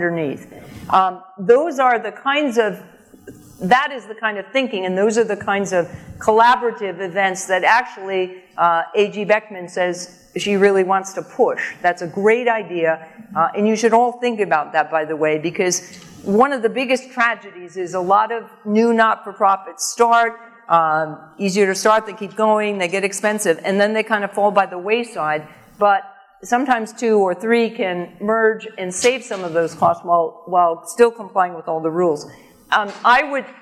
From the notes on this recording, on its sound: AAFCPAs Seminar Keynote. Answers specific case questions from audience members.